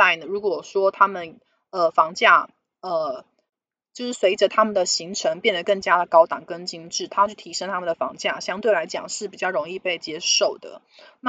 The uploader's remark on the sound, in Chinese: 本集有些許雜音，已亟力避免，如有察覺請多多包涵